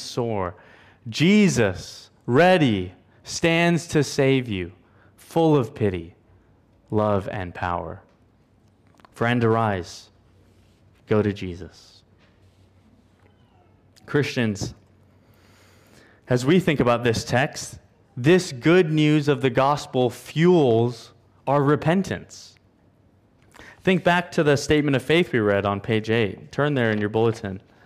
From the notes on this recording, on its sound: At Covenant Hope Church in Dubai, UAE.